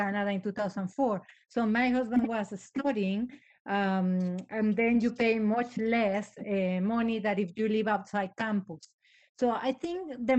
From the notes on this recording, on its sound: This episode is a live recording of last week's Virtual Mayor's Drop-In.